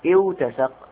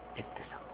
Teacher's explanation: نعم قلنا والقمر إذا اتسق أصلها اوتسق، فقلبت الواو تاء وأدغمت في التاء التي بعدها · Shown in: second take · Term: الإدغام